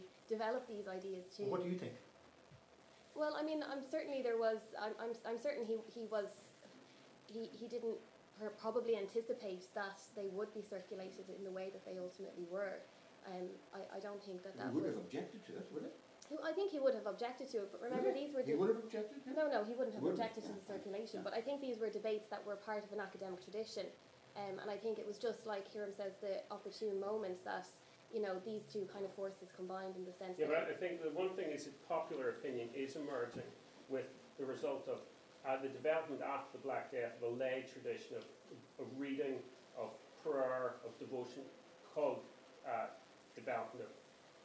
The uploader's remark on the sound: A History Ireland Hedge School recorded at at Belfast Fest. Of Ideas & Politics, Conor Hall, Belfast Campus, Ulster University, York Street.